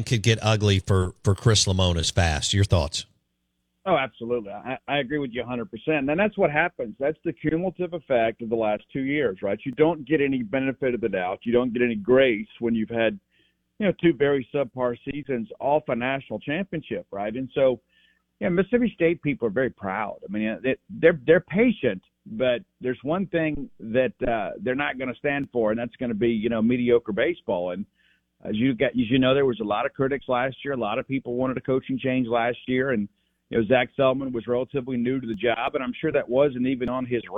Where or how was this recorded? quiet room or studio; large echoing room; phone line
phone line